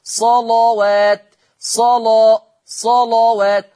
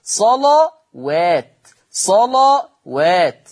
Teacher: اللام فقط مغلظة أما الواو فهي مرققة